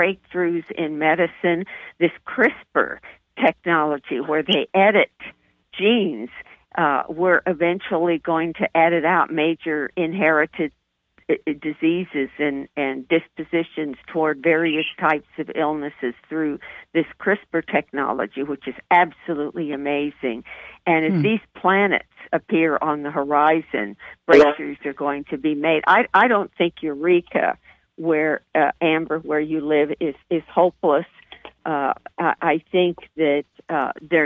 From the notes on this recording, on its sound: OUR Show this week is a live call-in